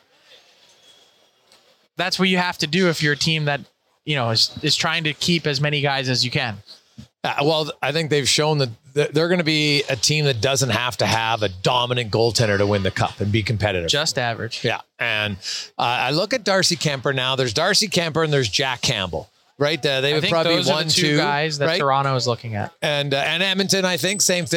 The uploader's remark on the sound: Live from the Draft floor at the Bell Centre. The Habs made a lot of noise in round one and the crowd was loving it.